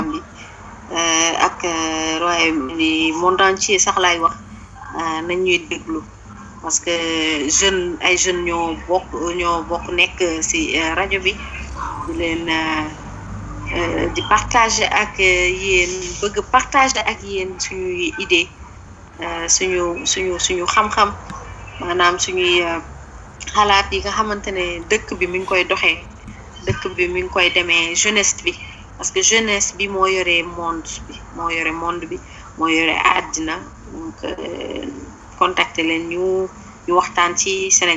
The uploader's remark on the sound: Location of interviewees : Senegal. Our sincere apologies for the background noise.